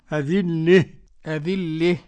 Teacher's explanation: قرأ الكسائي بإمالة هاء التأنيث وما قبلها في الوقف